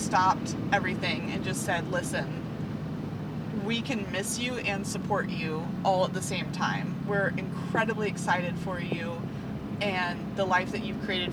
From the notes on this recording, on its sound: We apologize for the background hum! We won't do anymore podcast in the car!